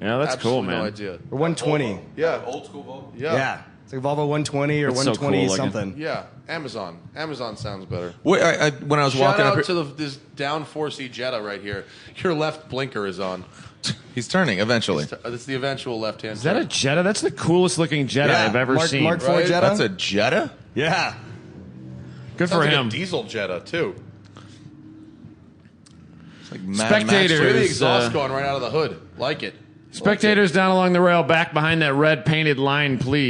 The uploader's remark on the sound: Live from #GRIDLIFE Midwest. We're in the announcers booth at #GRIDLIFE Midwest Festival announcing.